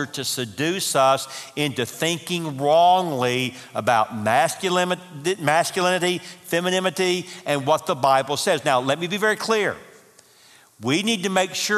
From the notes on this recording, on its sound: Marriage Conference - Session 3 (Audio). From the 2018 marriage conference hosted at Parkwood.